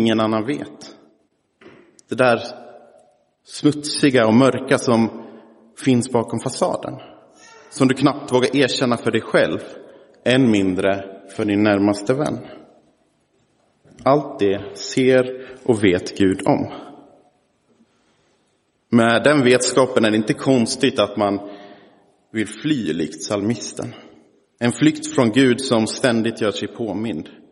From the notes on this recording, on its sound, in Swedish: Inspelad i Roseniuskyrkan den 19 november 2023.